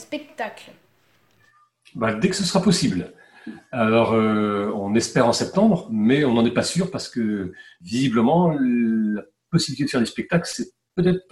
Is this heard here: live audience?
no